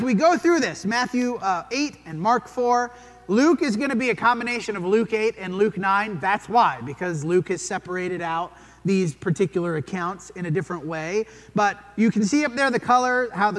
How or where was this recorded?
large echoing room